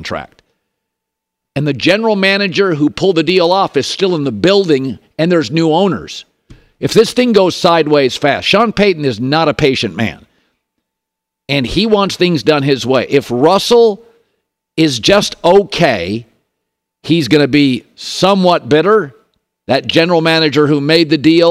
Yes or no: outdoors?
no